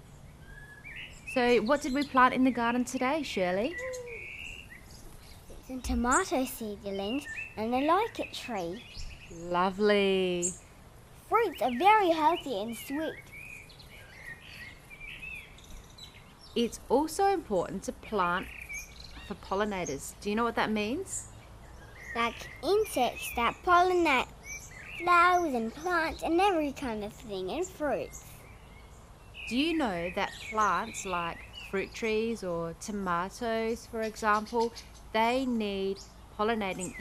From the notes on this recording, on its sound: Listen to the sounds of a Spring garden in Australia.